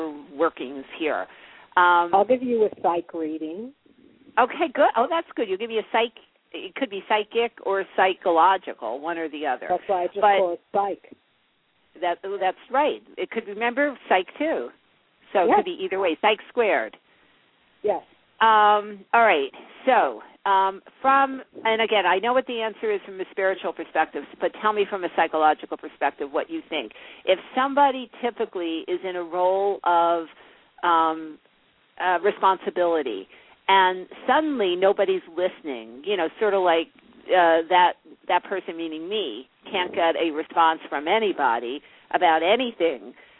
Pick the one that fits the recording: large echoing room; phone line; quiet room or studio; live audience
phone line